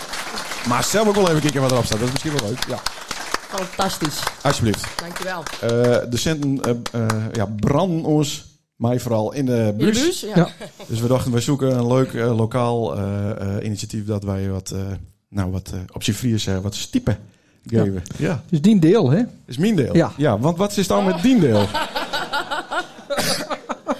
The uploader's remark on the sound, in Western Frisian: Live sjo, opnommen tiidens de utraiking op frijdeg 16 desimber in MFC Ons Huis St.-Anne.